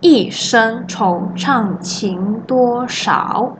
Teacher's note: 情是阳声，多是阴声，少三声是赏声嘛